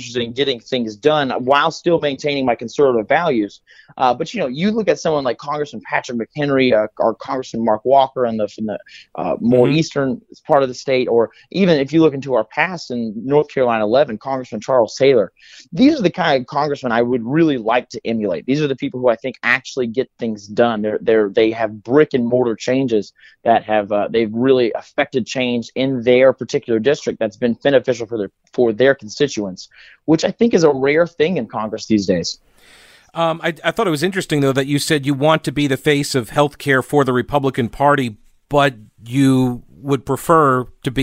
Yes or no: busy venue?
no